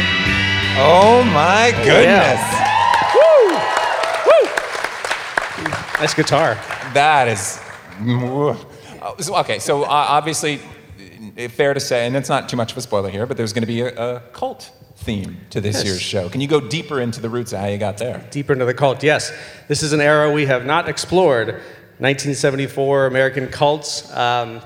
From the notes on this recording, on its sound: Panel presentation recorded live during Midsummer Scream.